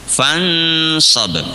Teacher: Kalau yang fansab itu bukan fangsab, bukan. Karena huruf sod tempatnya di mulut bagian depan, maka dengungannya pun juga menyesuaikan di mulut bagian depan. · Term: ikhfa